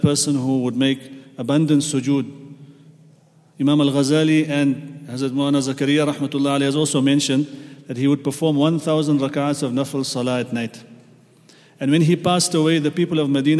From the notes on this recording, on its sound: at the Houghton Masjid (West Street)